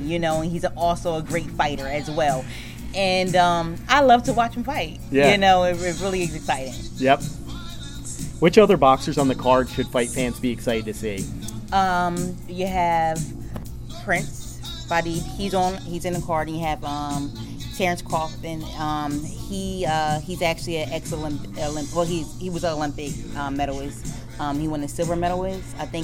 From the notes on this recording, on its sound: While at this press conference, I had the opportunity speak with a few boxing people associated with the show